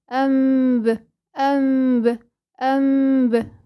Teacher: لازم بخفي عند الباء بدون كز ولا تطبيقة للشفتين، اوعي تطبقي شفايفك، لو طبقتي شفايفك هتتحول الى ميم مشددة · Term: إخفاء هذه الميم